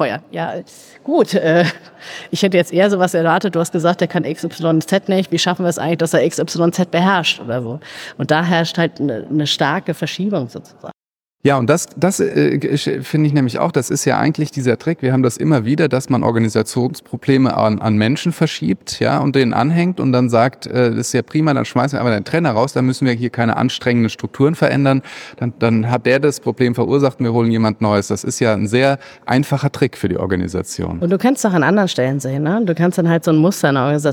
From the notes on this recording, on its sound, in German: Live auf der Solutions